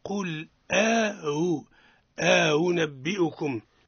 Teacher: تحقيق الأولى وتسهيل الثانية مع إدخال ألف بينهما